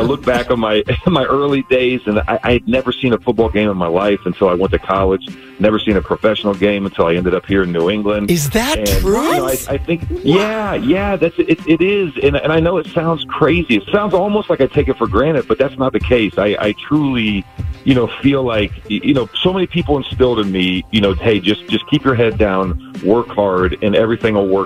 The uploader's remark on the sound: called into Morning MAGIC